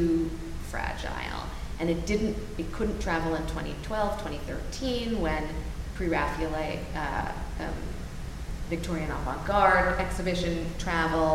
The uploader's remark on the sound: We are live in front of a studio audience at Delaware Art Museum for the Pre-Raphaelite Weekend celebrating the launch of 'The Rossettis'. Answering questions from the audience.